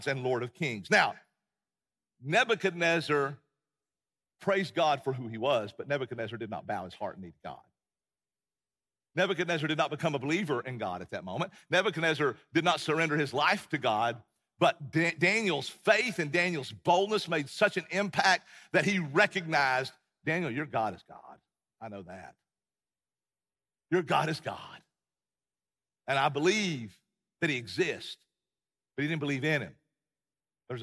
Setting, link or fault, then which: setting, large echoing room